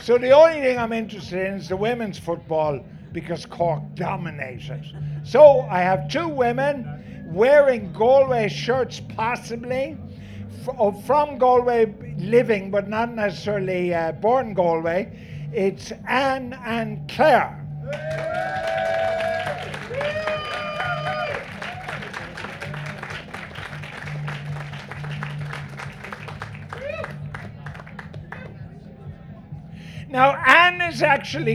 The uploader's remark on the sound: Live from Electric Picnic.